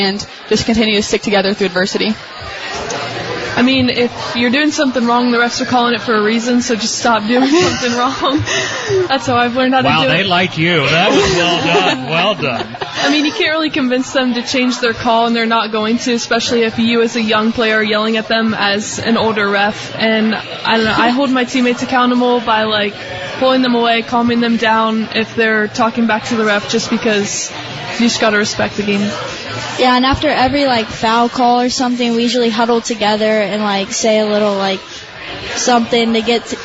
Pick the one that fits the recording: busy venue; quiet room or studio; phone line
busy venue